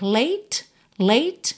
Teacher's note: lembra que o som termina no T, não tem esse E aí